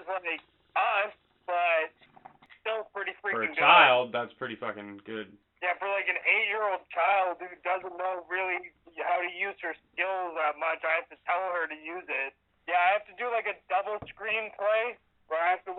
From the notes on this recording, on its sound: Surprise guest phone call